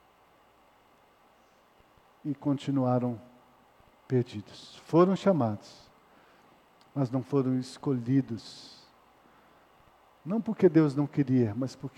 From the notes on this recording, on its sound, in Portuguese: Culto noturno gravado em 09-02-2020 na Igreja Evangélica Batista em Campo Grande-MS